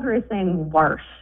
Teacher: So your mother says warsh with an R.